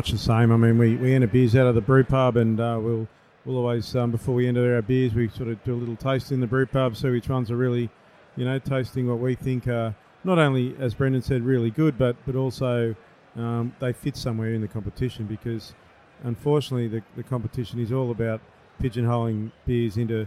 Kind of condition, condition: setting, busy venue